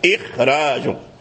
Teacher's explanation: وإن كان هذا الخاء هو من حروف الاستعلاء، وحروف الاستعلاء قوية مفخمة غليظة، الصوت يرتفع بها إلى الحلق الأعلى، ومع ذلك فاللسان يعني يصعد بصوت الخاء ثم ينسفل إلى ترقيق الراء. إخراج يعني الخاء يصعد الصوت ثم ينسفل إلى الراء المرققة